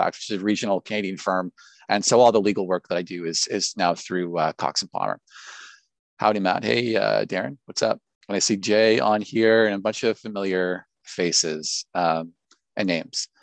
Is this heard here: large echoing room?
no